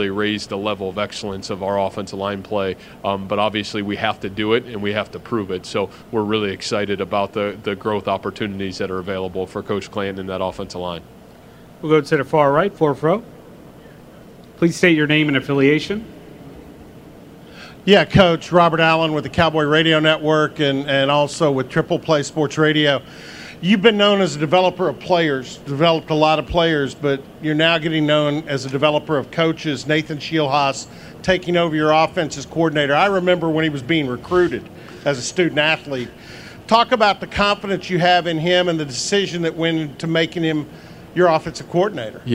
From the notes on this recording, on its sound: Press conference at Big 12 Football Media Days.